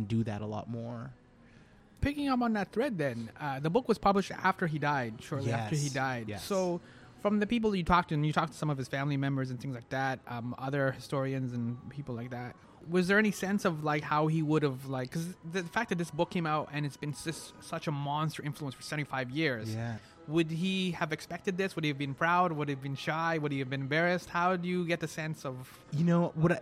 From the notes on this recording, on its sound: At Paintbox Bistro.